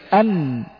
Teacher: النون تخرج من طرف اللسان مع ما يحاذيه من اللثة العليا